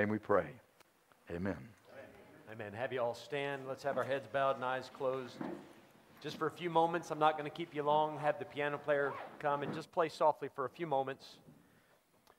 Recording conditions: live audience